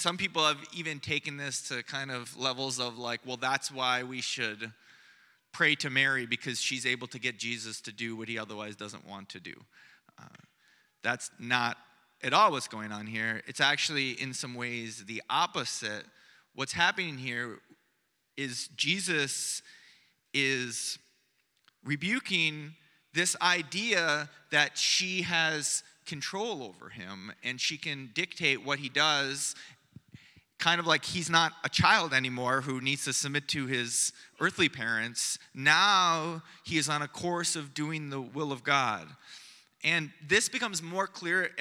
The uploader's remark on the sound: Preached on Sunday morning